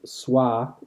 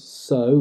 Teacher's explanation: the w disappears, and the a raises · Shown in: second take